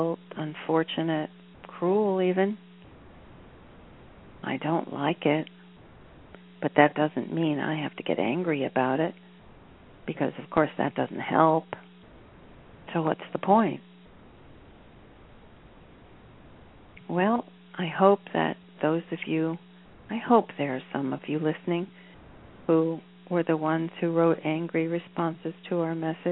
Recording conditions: phone line